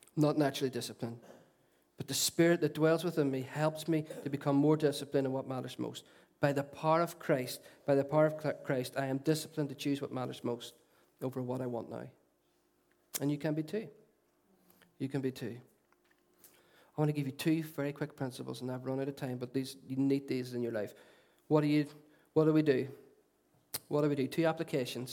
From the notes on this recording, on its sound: Recorded at our Storehouse Venue at 11am on Sunday 29th January 2017.